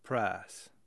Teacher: In the Tennessee dialect, as in many American Southern dialects, the vowels tend to be longer and somewhat monophthongized in words like oil, which sound like oil, and price, which sound like price